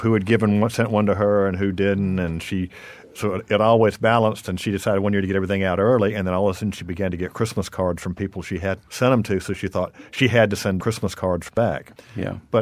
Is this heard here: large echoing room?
no